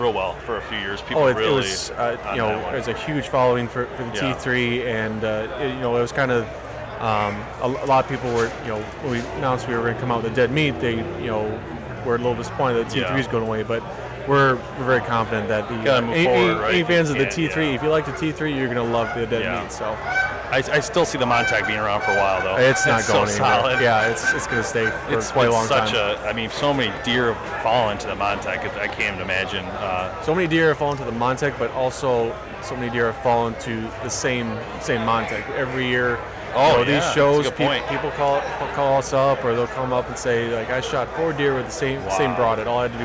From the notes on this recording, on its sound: at the booth LIVE from the Woods N Water Outdoor Weekend.